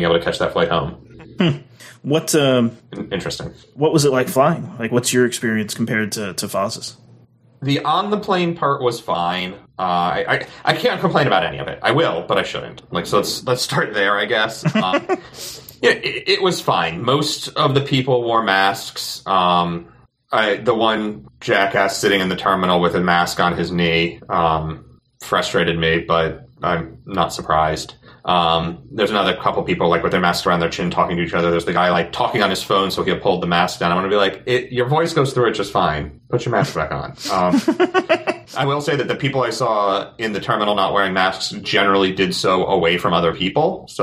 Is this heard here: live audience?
no